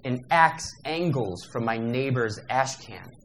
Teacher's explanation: So we hear it's a fairly tight line. The characteristic of the line is nothing other than these four accents, three of which are alliterated with the heavy medial pause, caesura.